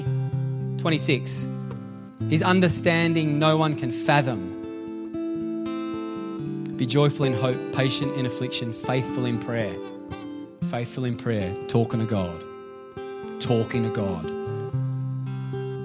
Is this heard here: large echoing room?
yes